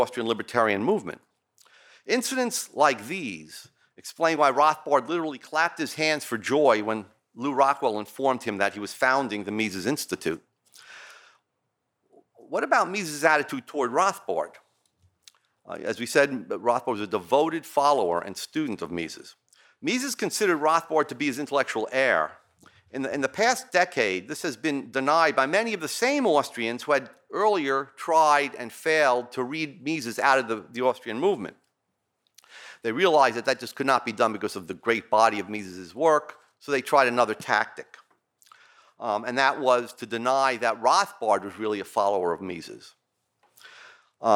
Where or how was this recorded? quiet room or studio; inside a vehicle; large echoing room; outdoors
large echoing room